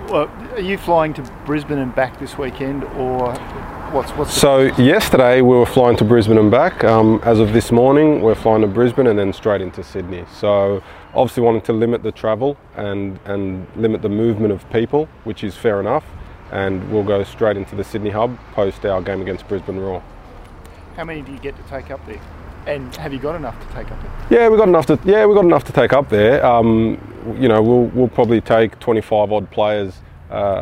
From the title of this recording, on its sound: Press Conference